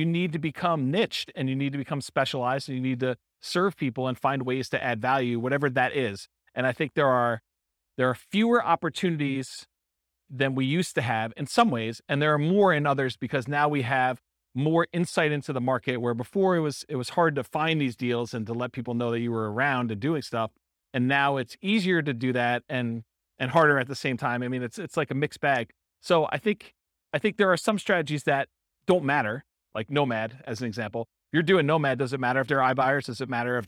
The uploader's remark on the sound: This was a live class recorded.